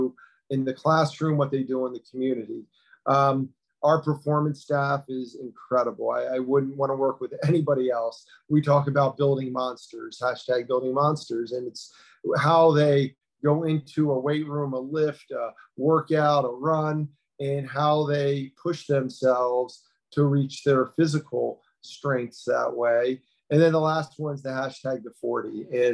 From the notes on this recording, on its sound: The Bluebloods are live from the virtual Ivy League Media Day.